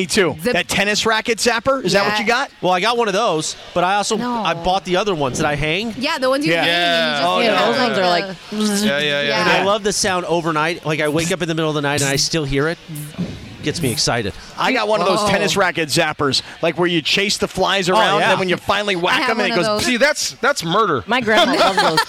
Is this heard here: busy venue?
yes